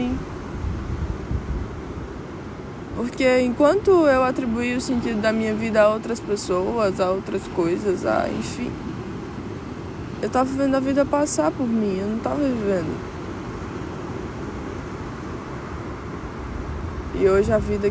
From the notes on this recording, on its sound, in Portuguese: Episódio gravado no chapadão da praia do amor em Pipa, RN.